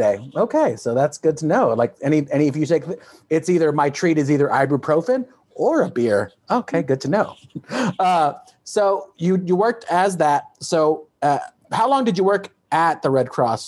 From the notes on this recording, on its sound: I sit down on Zoom